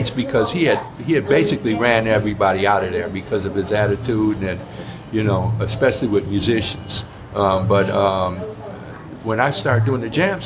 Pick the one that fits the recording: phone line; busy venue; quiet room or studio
busy venue